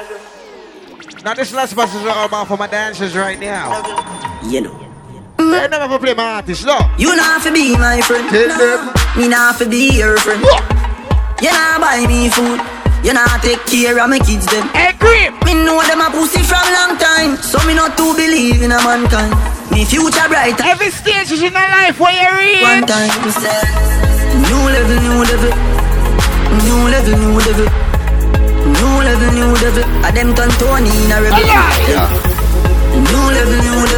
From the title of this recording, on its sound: LIVE AT ISLAND SATURDAYS ON OCT 29